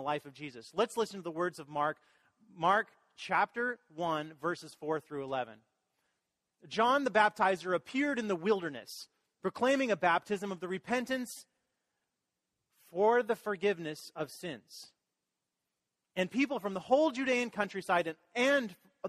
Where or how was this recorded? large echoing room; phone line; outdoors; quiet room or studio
large echoing room